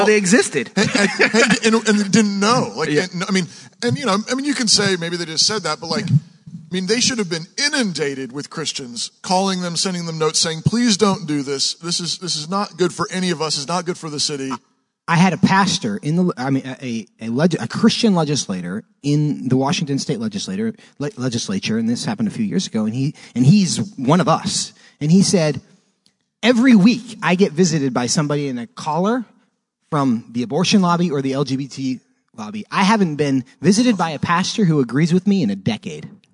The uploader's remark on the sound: Live at Trinity Church’s Conference